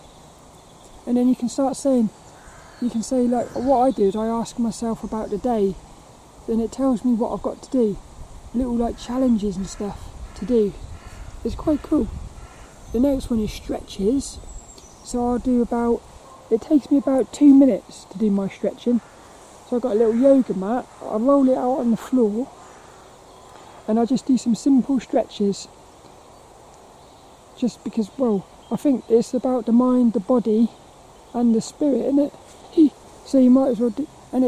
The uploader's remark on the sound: The battery on my camera died right as I said bye on this one. This walk and talk around Plymridge Woods.